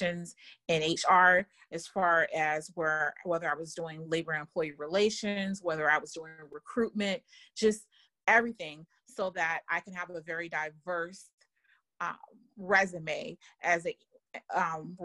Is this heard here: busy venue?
no